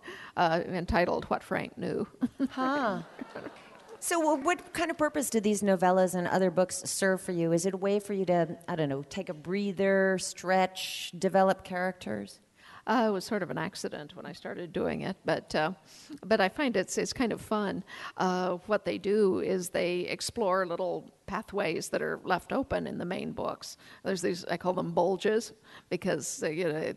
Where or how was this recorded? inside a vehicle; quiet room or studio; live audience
live audience